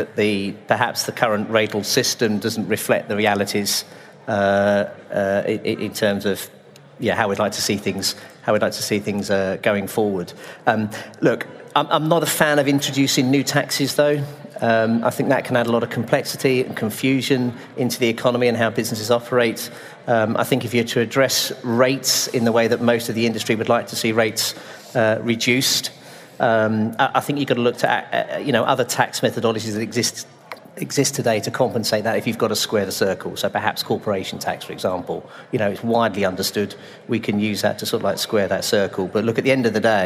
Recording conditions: busy venue